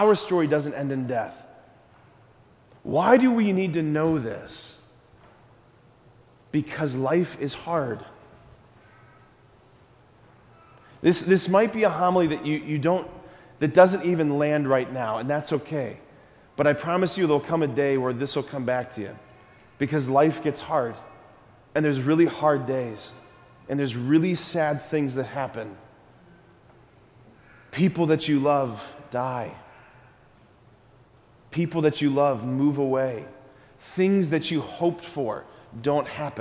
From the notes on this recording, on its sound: School Mass. Preached this homily on January 11, 2024 at Sacred Heart of Jesus Catholic Church in Wadsworth, OH.